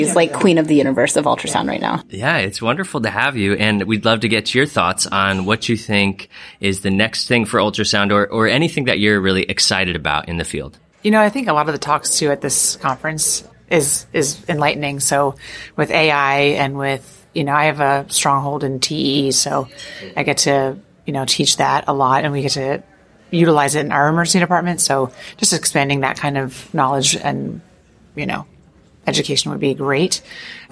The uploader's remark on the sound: Traveled to Portland, Maine to do some on-the-street reporting at the annual conference for the Society of Clinical Ultrasound Fellowships (SCUF). What evolved was a series of incredible mini-interviews.